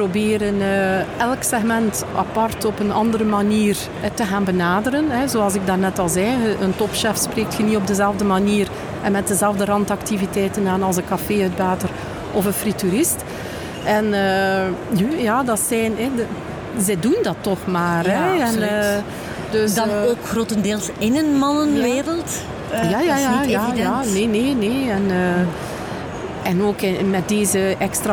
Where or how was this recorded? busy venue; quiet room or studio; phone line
busy venue